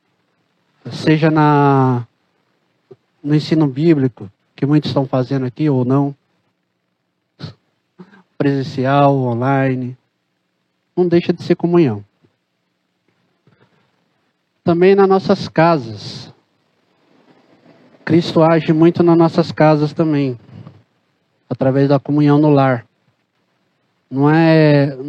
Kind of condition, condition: setting, large echoing room